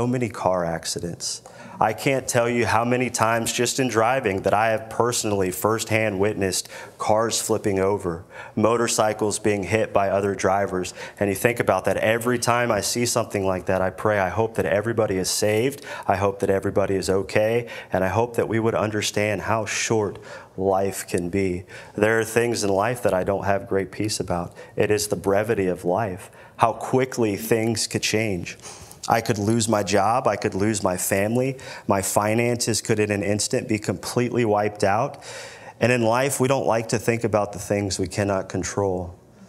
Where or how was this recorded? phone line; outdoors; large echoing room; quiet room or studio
large echoing room